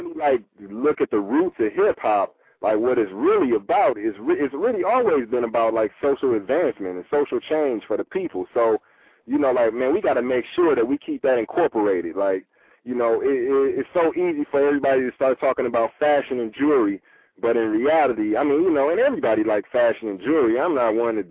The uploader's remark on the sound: LIVE CALL INS!